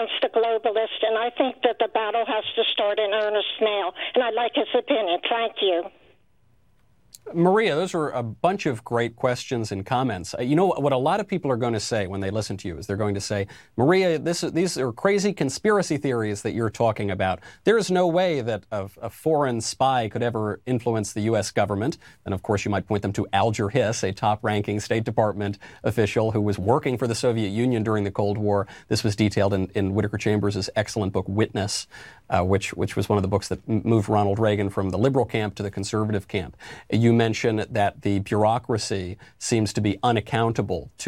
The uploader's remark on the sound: take questions live from callers